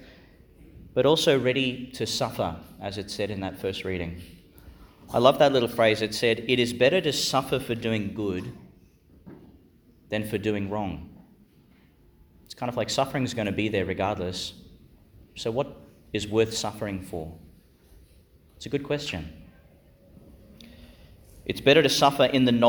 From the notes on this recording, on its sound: Homily for the Sixth Sunday in Eastertide, delivered (at the morning Mass) in Our Lady Star of the Sea Church, Gladstone, Qld.